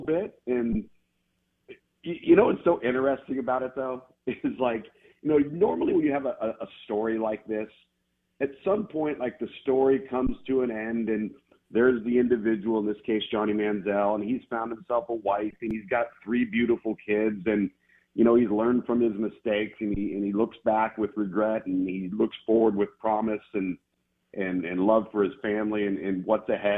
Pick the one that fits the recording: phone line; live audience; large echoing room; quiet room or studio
phone line